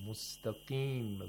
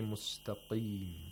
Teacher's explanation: The Qaf has a very low level of tafkhim. · Shown in: first take